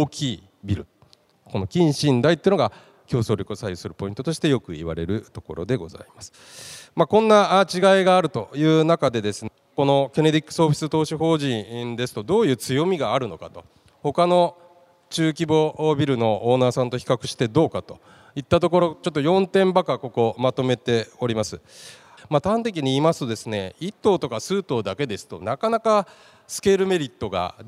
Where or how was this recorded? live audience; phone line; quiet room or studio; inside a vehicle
live audience